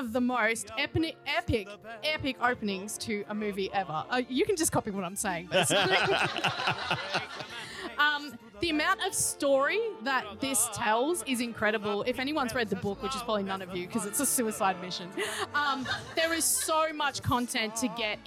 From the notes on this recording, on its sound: Recorded live at The Motely Bauhaus in Melbourne.